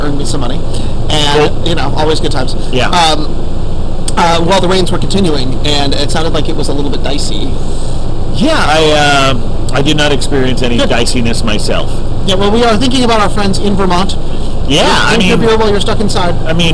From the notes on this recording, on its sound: Live from the back yard at the Bier and Cheese Collective